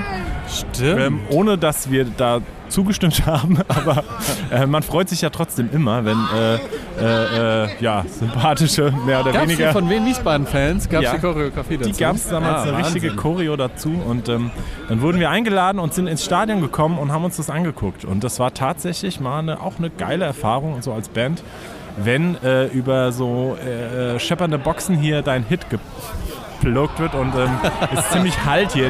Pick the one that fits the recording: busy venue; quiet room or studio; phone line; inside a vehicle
busy venue